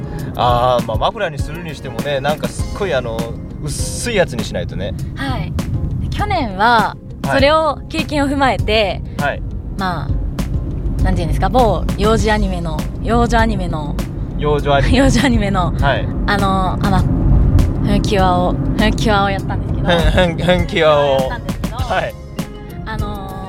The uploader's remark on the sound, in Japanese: 下條村への道中で録り貯めした「ボクワタ」音声